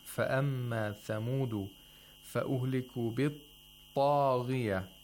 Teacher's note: We have a ta with the highest level of tafkhim. The strongest letter with the highest level of tafkhim.